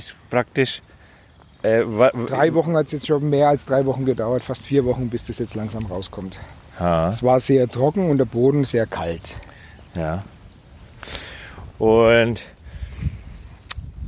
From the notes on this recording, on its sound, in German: Auf dem Feld mit dem Field Recorder. Ein Podcast war nicht geplant.